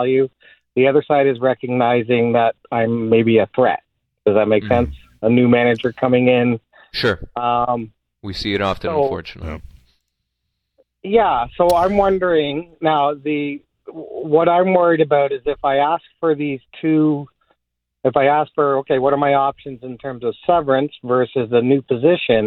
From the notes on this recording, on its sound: answering your phone calls